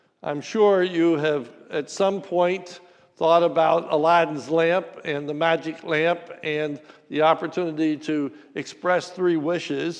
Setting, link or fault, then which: setting, large echoing room